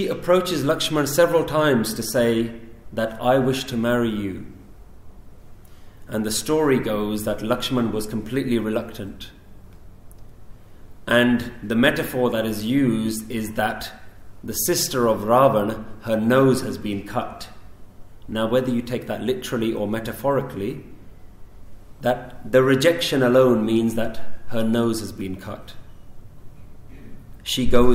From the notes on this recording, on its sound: Recorded in November 2015 at Central Gurdwara Khalsa Jatha, Shepherds Bush, London UK.